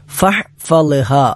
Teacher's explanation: ഫഹ്ഫളഹ, അവിടെ ഫഹ് ഹാഇനാണ് സുക്കൂൻ, തൊണ്ടയുടെ മധ്യഭാഗത്തിൽ നിന്നാണ് ഹാ പുറപ്പെടേണ്ടത്.